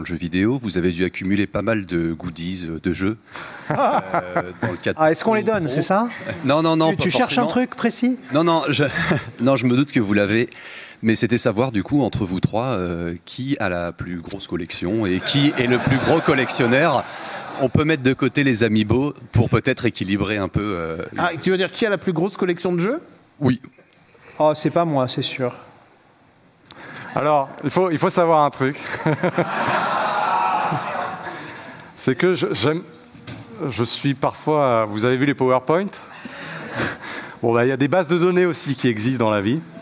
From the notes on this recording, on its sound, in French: En live depuis l'ESpot. Émission en public, enregistrée sur le plateau mirifique de l'ESpot Paris. L'occasion également d'interagir avec le public présent sur place pour une série de questions-réponses.